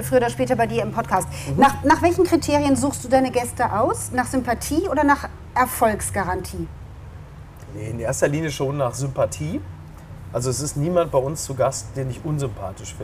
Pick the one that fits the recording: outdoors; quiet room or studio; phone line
outdoors